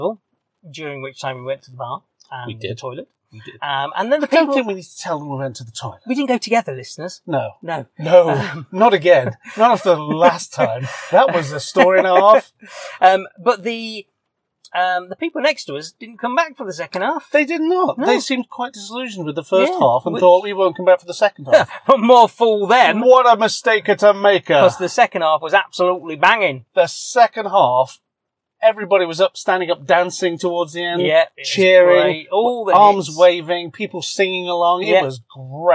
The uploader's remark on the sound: It was recorded in my car afterwards, so apologies for the sometimes dodgy sound quality.